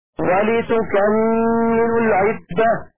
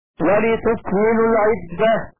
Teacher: فتح الكاف وتشديد الميم · Shown in: first take · من التكميل كسبح تسبيحا وكبر تكبيرا.